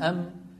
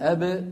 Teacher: لكن الميم فيها غنة من الخيشوم، الباء ليس فيها غنة